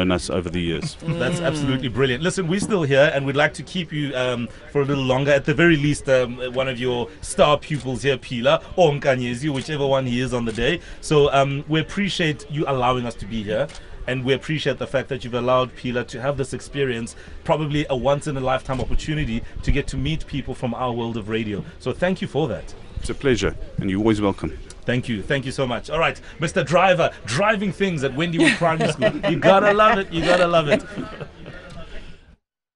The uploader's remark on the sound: Live from Wendywood Primary School in Johannesburg. TODAY’S OUTSIDE BROADCAST.